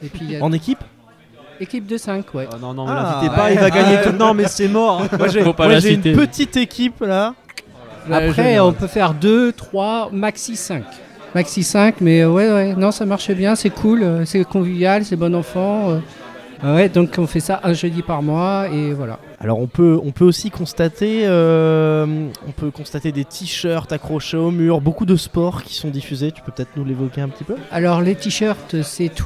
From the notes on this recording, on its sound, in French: Enregistré en public aux trois piliers.